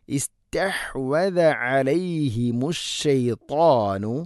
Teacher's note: താ ഉച്ചരിക്കുമ്പോൾ ശ്രദ്ധിക്കുക, ഇത്തുബാഖ എന്ന സിഫത്ത് നാവിൻ്റെ മധ്യഭാഗം അണ്ണാക്കിലേക്ക് ചേർന്ന് നിൽക്കണം, അപ്പോഴാണ് ആ ഉച്ചാരണം കൃത്യമാവുകയുള്ളൂ.